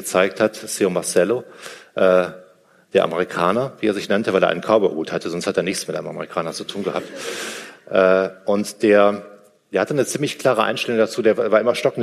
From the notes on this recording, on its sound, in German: Live aus Düsseldorf. Ein Mitschnitt des "Unter-Freunden-Abend" in Düsseldorf.